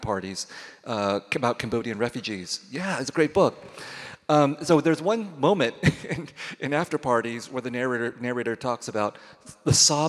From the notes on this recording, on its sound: from the 2023 Portland Book Festival